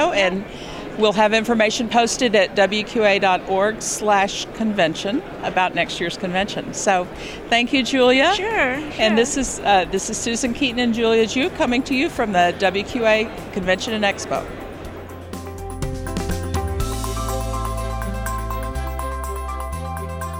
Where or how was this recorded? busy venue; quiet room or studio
busy venue